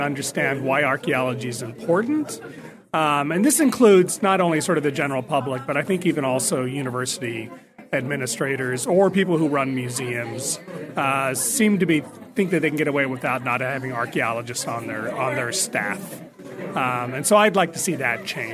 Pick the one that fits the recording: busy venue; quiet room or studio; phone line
busy venue